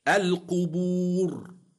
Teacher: الراء ساكنة لأجل الوقف وقبلها واو مادية تفخم